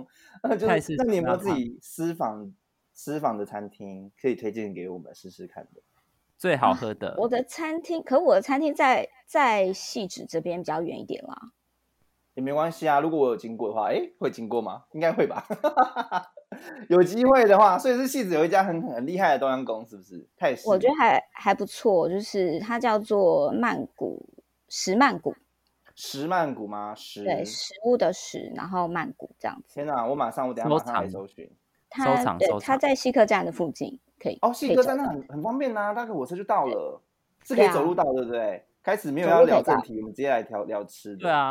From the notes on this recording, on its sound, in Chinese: 本次線上錄音遇到麥克風問題，影響收聽體驗還請包涵